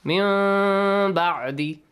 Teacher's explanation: Iqlab means you change the noon sound into a hidden meme sound